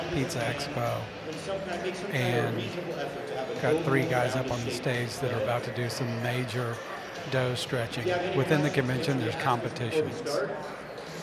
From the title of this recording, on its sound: Scenes from an Italian Pizza Restaurant Convention in Vegas